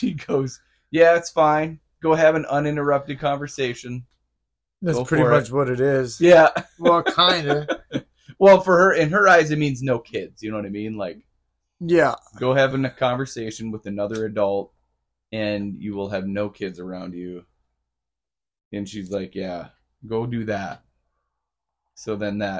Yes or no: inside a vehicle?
no